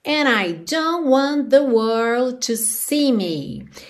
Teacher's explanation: a gente acaba não tendo aquela super enrolação do R que a gente normalmente tem na palavra world